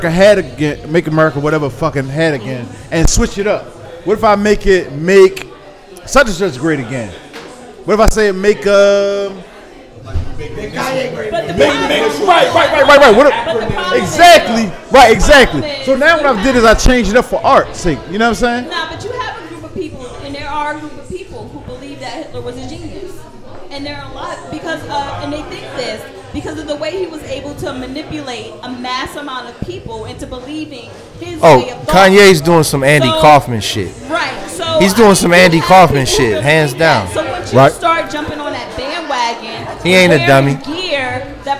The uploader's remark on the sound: Live At The Spot. Go live on location at The Spot.